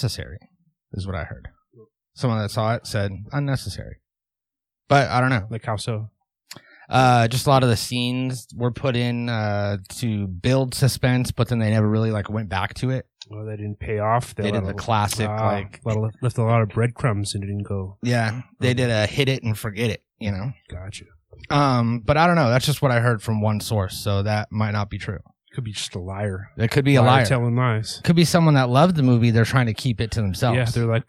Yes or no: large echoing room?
no